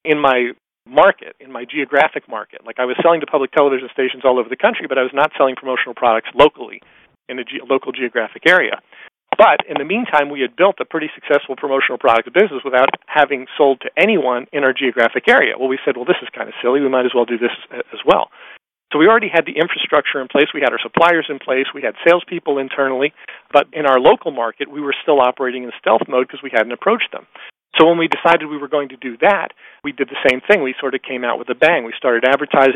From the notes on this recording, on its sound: excerpt from a live Top Secrets teleconference